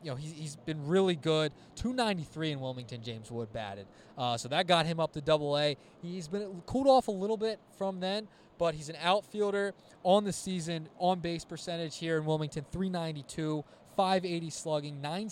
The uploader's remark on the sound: live from Frawley Stadium in Wilmington, home of The Blue Rocks!